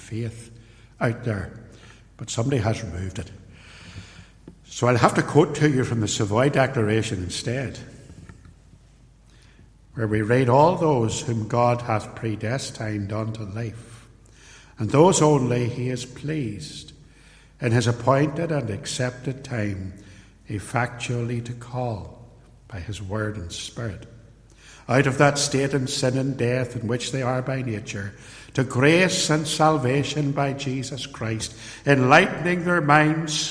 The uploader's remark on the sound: In this ancient sermon, preached at Templepatrick Reformed Church.